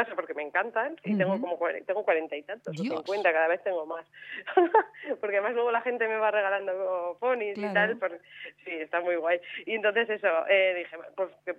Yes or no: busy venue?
no